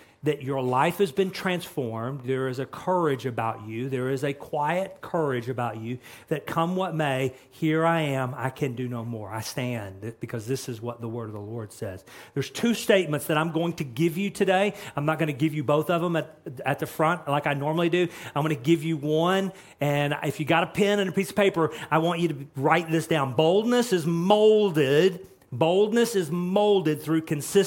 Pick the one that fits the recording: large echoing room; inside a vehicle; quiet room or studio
large echoing room